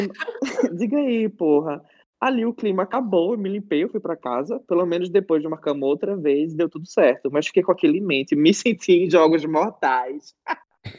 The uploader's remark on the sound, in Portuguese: Esse episódio foi gravado remotamente.